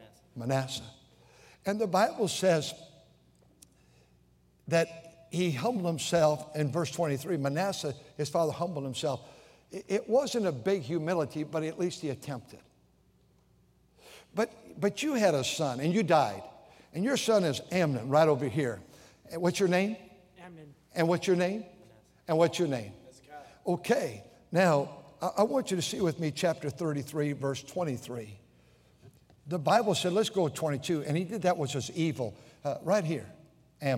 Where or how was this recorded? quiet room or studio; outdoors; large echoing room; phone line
large echoing room